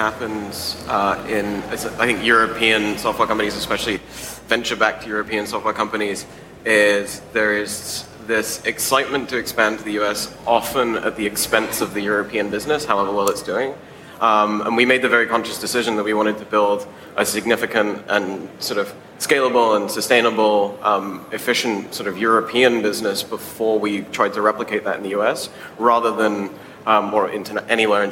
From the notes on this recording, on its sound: we take you back to the SaaStock18 Scale stage for a panel discussion